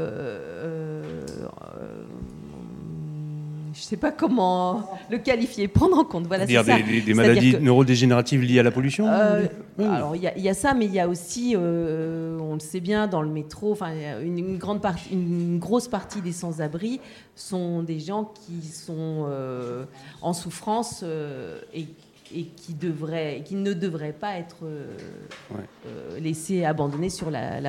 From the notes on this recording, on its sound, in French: questions et discussions avec le public présent